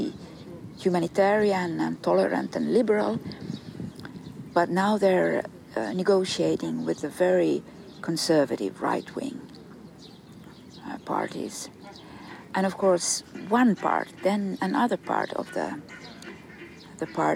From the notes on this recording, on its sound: a series of conversations recorded with a pine tree in Kaivopuisto Park in Helsinki in 2023